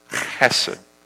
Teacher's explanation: It's H-E-S-E-D, but that H is like a hard C-H. It's a guttural, almost like spit on the person in front of you.